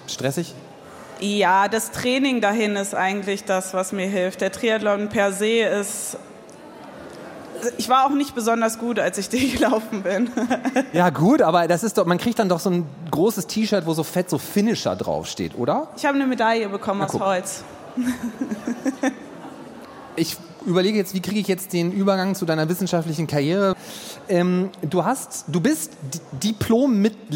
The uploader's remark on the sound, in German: Im Live-Podcast. Oktober 2023 auf dem Silbersalz Festival in Halle (Saale) vor Publikum aufgezeichnet.